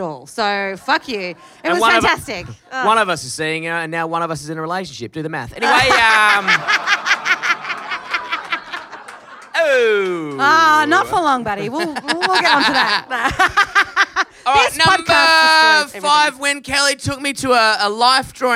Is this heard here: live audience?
yes